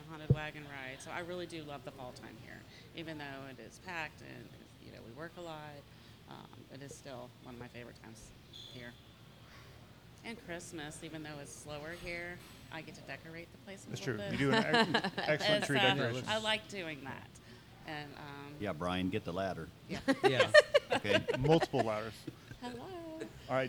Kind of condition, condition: setting, busy venue